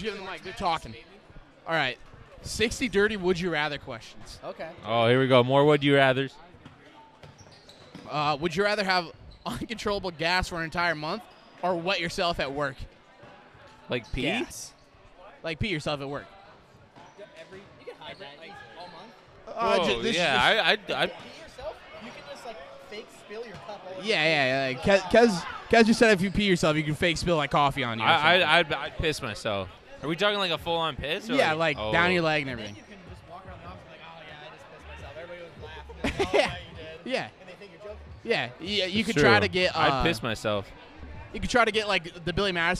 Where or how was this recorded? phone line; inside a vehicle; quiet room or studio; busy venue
busy venue